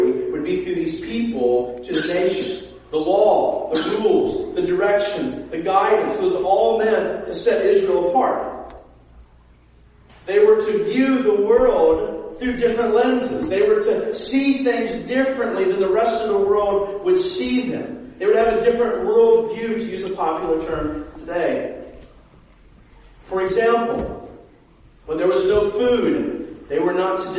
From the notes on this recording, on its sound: preached at a sister church of ours in Dayton, Refuge City Church